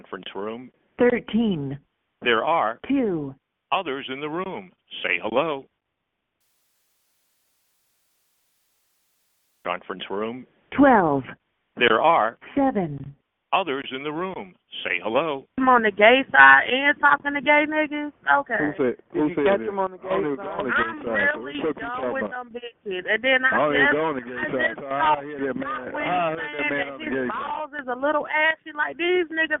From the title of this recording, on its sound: Conference Call